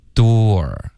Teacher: Door 的这个发音呢是一个倒 C 的这个元音，后面带一个 R 。OK，然后它的发音就是 door。开头呢，其实我们的嘴唇是撅起来的，是嘟起来的，有一点嘟的这个感觉，嘟。然后嘴唇要分开。有一个窝的音 doordoor，后面呢再加一个二 door，OK，所以这是要求很多的滑动，嘴唇上的动作非常